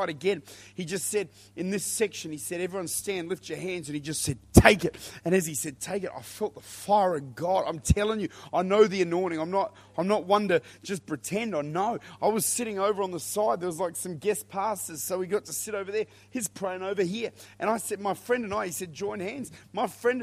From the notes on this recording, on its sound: Recorded at Lifepoint Church, this is a Wednesday Night teaching on the Holy Spirit.